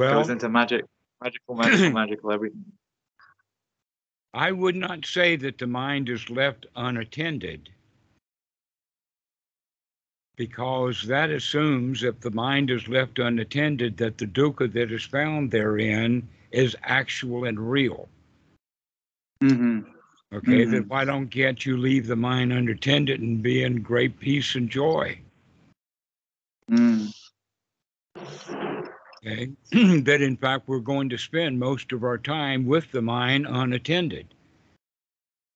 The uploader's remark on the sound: during a UK Sangha call